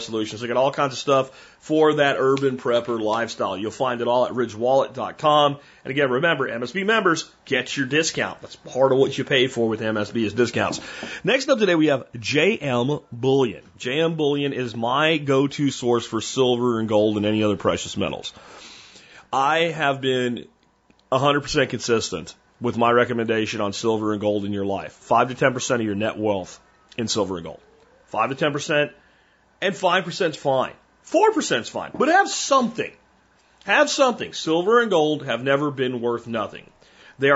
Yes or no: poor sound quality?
no